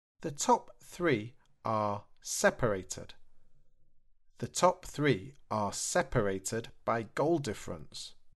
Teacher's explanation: separated uses a id sound with an extra syllable